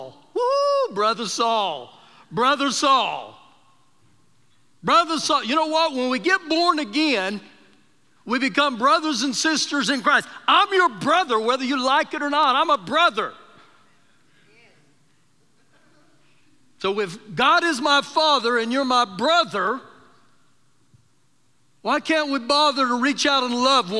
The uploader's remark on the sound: Recorded live during our Sunday morning service